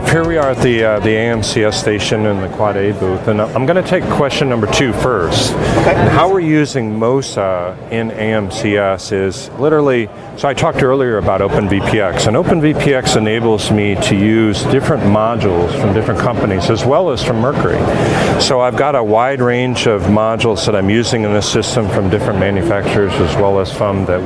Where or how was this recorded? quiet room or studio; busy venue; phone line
busy venue